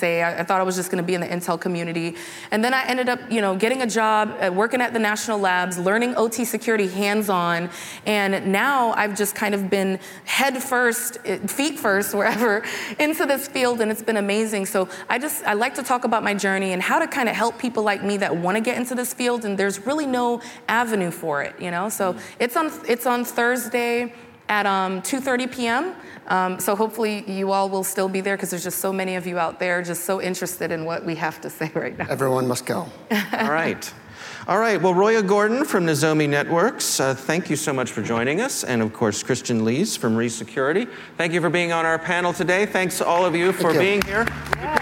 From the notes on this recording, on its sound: CyberWire Live: Hack the Port 2022 Fireside chat. At the Hack the Port 2022 event, the CyberWire held a CyberWire Live event.